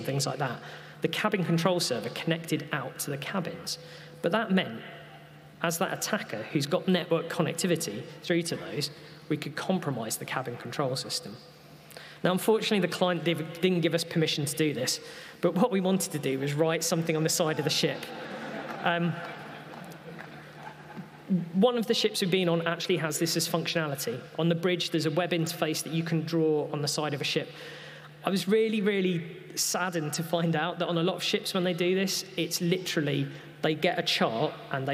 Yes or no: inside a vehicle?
no